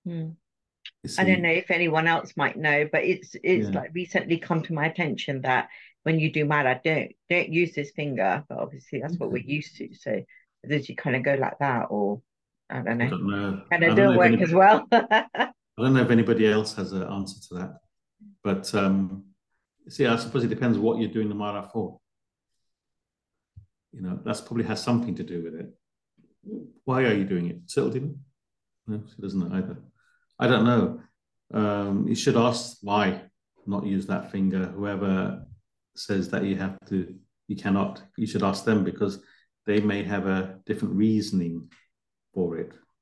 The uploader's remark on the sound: A live recording of a Bhagavad Gita class given virtually on the 20th of August 2023.